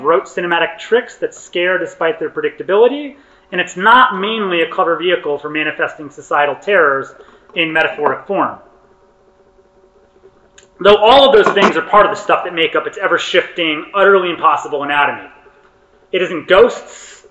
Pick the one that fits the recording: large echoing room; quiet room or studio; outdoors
large echoing room